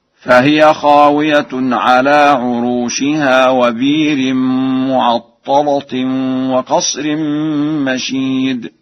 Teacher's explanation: فقد قرأها ورش بإبدال الهمزة وتغليظ اللام